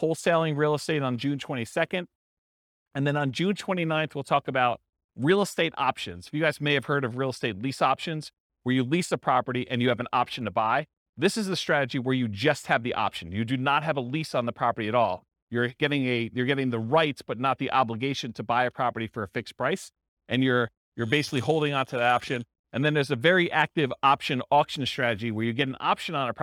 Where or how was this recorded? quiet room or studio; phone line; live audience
live audience